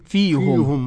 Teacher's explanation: قرأ يعقوب بضم الهاء فيهم. يعقوب منفردا، منفرد لوحده كده.